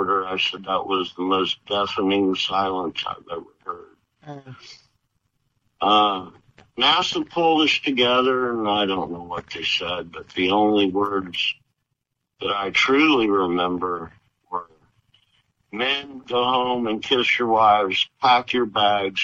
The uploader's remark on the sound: Via phone, so the audio quality is not pristine. However, we have done our best to clean it up, so we appreciate your indulgence when listening.